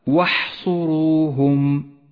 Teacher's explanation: لاحظ كم يبدو حرف الحاء الساكن حرفا ضعيفا، تقويه بصفة الهمس، فأجري النفس معه ليتوضح